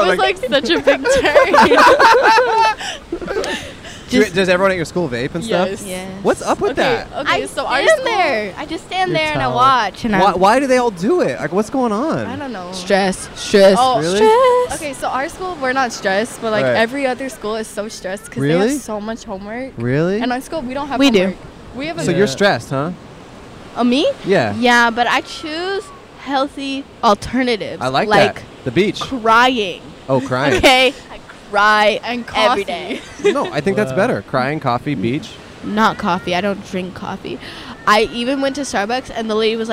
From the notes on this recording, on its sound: Recorded at the beach in Manhattan Beach, CA.